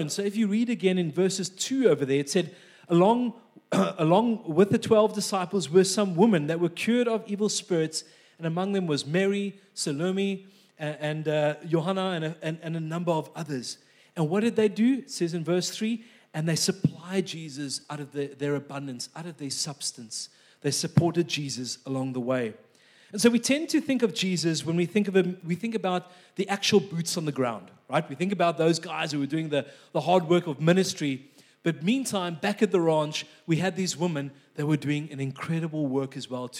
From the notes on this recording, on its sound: This message was recorded live at our Malmö Gathering on Sunday, March 26th, 2023.